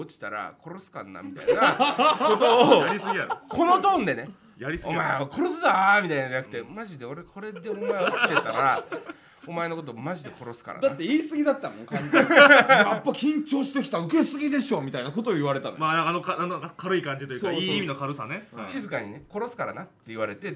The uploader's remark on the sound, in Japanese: コラボ公開収録。